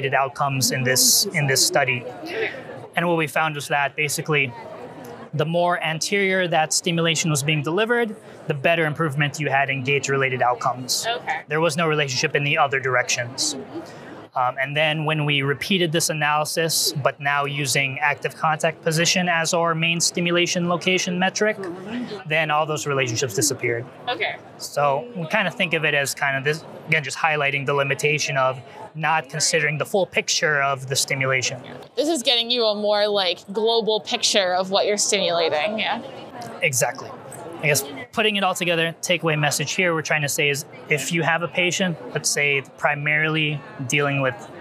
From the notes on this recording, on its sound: In this set of interviews from the Society for Neuroscience 2023 conference